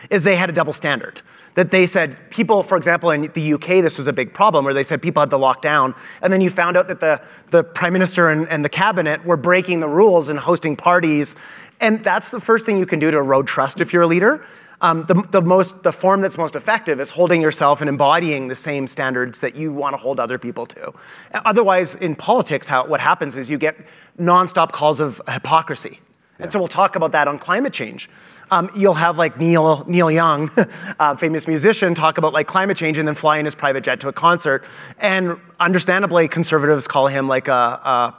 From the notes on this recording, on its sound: Moderates the conversation and takes questions from the audience.